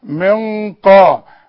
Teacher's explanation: الغنة تخينة علشان القاف تخينة